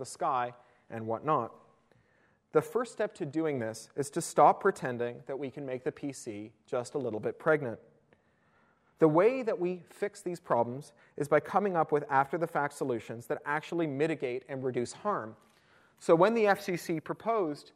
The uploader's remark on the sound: attended my University of Toronto iSchool talk